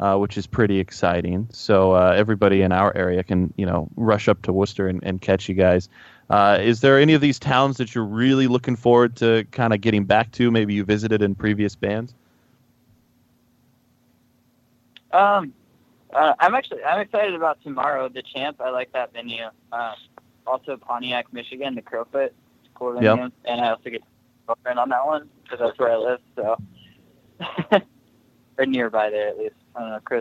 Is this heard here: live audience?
no